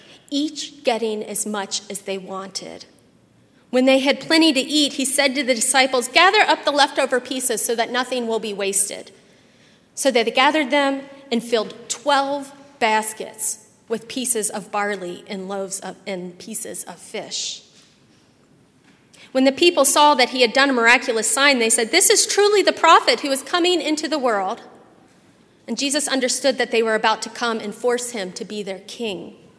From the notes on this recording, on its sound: at Highland Baptist Church, Louisville, Kentucky